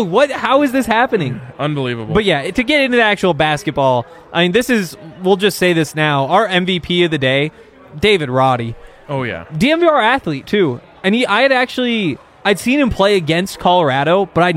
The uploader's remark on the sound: LIVE from the DNVR Bar